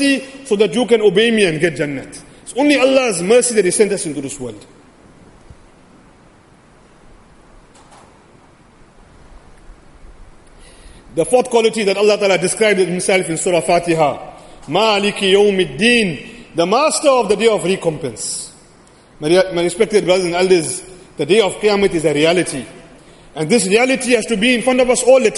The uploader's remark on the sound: Jumuah lecture